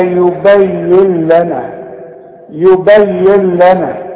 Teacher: بشبك الياء مع اللام وكأن النون غير موجودة، واسمعها يبين لنا، وما تستعملش لسانك وتظهر لي النون وتقول يبين لنا، لا، ولا تغنها وتقول يبين لنا، لا، يبين لنا، لنا كلها مرققة.